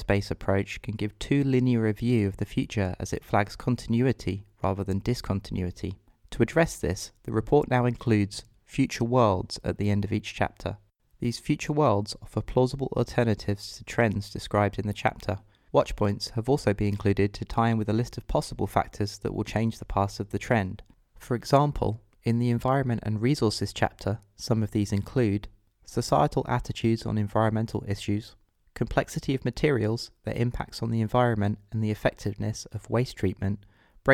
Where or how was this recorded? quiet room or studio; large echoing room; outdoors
quiet room or studio